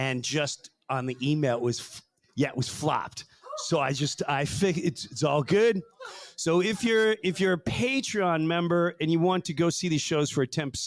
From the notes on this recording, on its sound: True Breu Weekend in Sarasota, Fl. Our first live show in front of an audience.